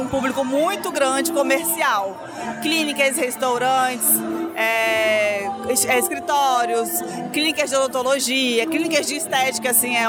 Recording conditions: busy venue